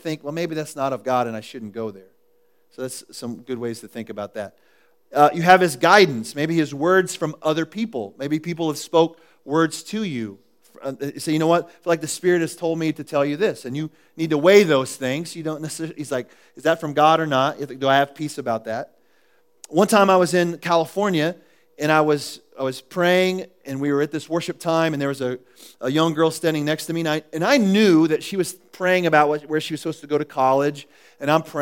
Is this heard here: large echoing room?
yes